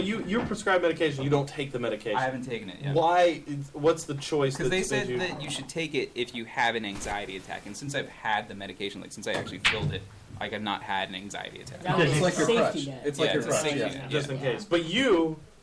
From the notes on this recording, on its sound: We are live from The Medway Lotus! We apologize for the lack of quality.